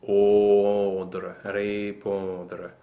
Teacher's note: And répondre is an O nasal, which is formed with a very closed O under it